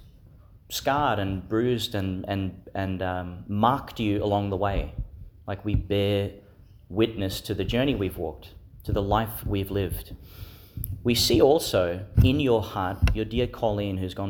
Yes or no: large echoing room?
yes